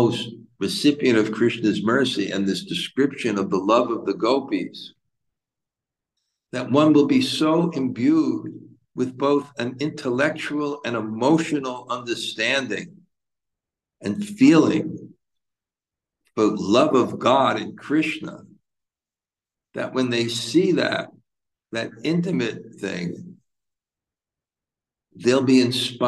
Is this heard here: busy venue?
no